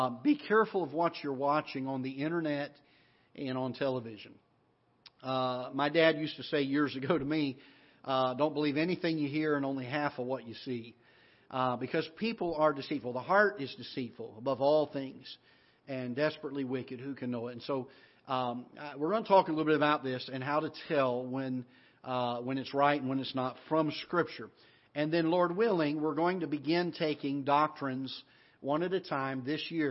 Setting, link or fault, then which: setting, large echoing room